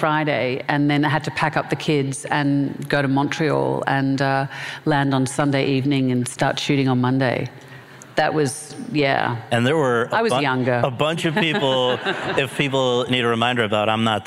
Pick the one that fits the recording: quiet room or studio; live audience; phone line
live audience